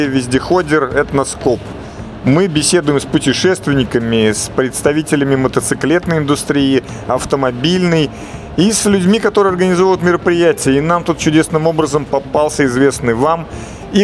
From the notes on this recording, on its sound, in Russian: Выставка "Поехали 2022". Записано в мобильной студии радиостанции с 2 по 4 декабря в Экспоцентре на Красной Пресне (Москва).